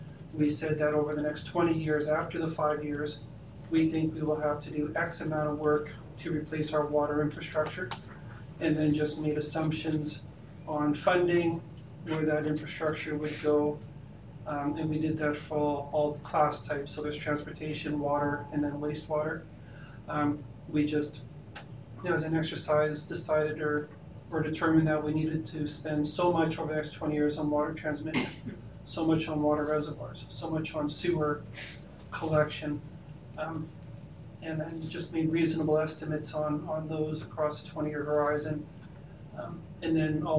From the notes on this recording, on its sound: Audio recording of the May 13, 2019 Regular Meeting of Peace River's Town Council.